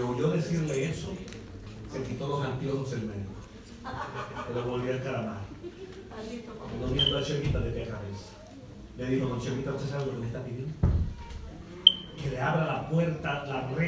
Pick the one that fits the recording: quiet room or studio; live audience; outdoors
live audience